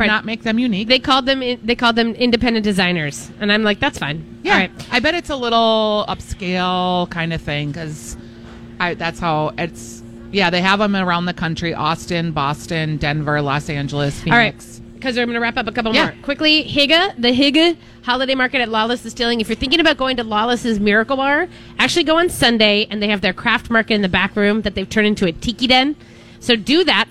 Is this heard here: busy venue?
yes